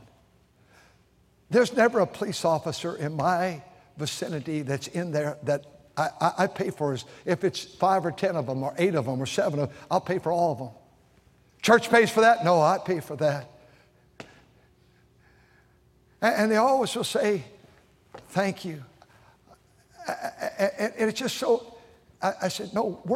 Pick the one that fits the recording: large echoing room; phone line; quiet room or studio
large echoing room